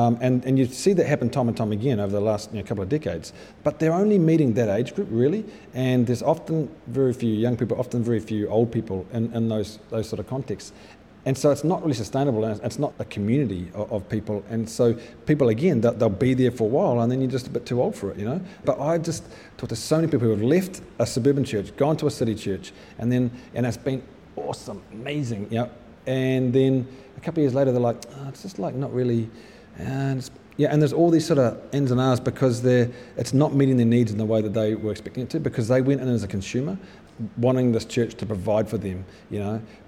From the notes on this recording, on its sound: at a live event in Crave Cafe Auckland.